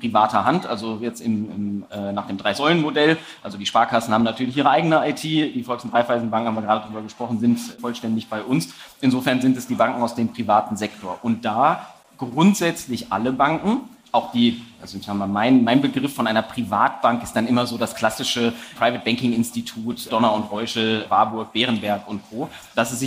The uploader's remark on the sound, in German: Diese Folge ist eine Aufzeichnung des gleichnamigen Panels von der Banking Exchange 2023 aus Frankfurt im Juni 2023.